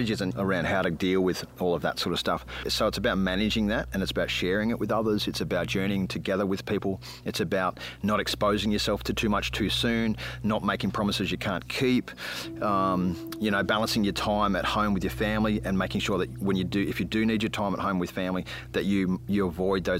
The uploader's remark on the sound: This episode was recorded outside in the wild outdoors. Chickens and car sounds may be distracting.